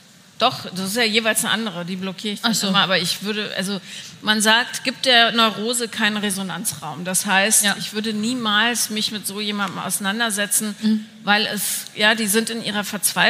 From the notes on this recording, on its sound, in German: Herzlich Willkommen zu der ersten Live-on-Stage Folge von „4 Brüste für ein Halleluja“! Waren zu Gast auf einer Live-Podcast Bühne und für all diejenigen die nicht in Berlin dabei waren, haben wir natürlich die Live-Session für Euch aufgenommen.